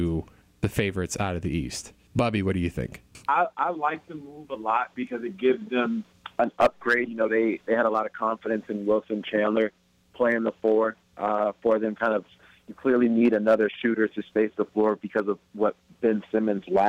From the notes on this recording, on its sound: joins the pod via telephone